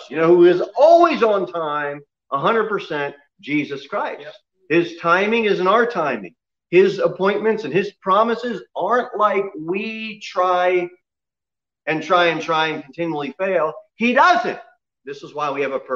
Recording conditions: large echoing room